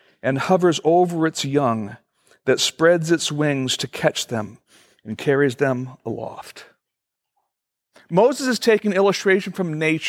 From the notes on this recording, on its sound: Originally recorded December 8, 2013, at Fellowship Missionary Church, Fort Wayne, IN.